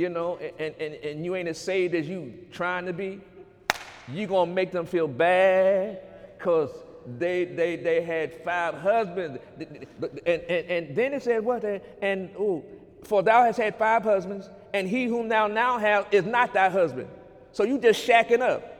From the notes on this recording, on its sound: During Sunday morning service on March 10, 2019.